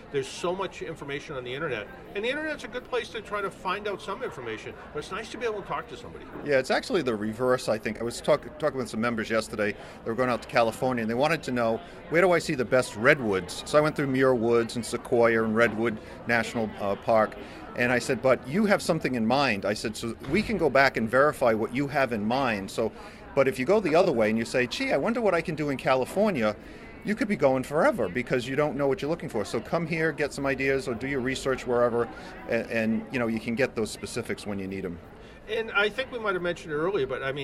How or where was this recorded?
busy venue